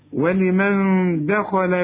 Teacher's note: النون اللي بعدها دال، الدال من حروف الإخفاء، عاوزين غنة